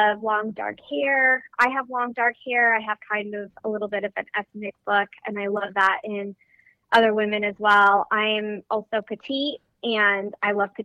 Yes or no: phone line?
yes